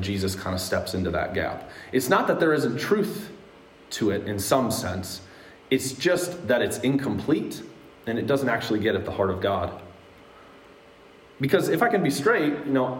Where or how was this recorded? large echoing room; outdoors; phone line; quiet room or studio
large echoing room